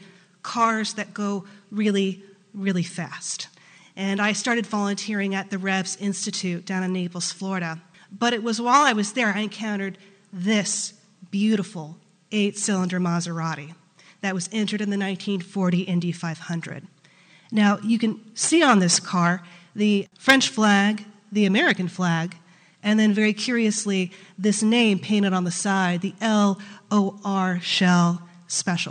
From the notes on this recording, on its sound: was recorded in front of a live studio audience